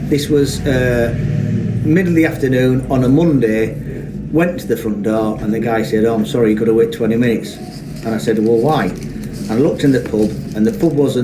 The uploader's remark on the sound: This podcast was recorded over the August Bank Holiday 2021 – mostly live in Malton and York as our three podcast amigos met up after the summer break, includes a fleeting visit to Scarborough, a day at the Malton Food Festival.